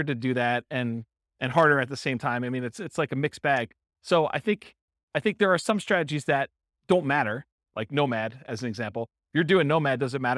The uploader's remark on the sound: This was a live class recorded. In Orange, California.